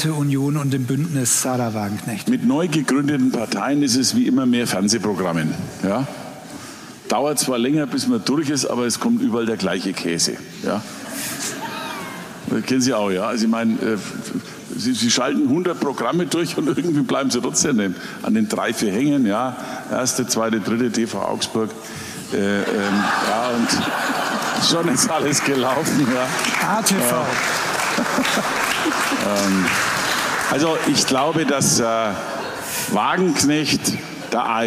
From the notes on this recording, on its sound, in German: Live-Interview mit unserer Redaktion im Augsburger Kleinen Goldenen Saal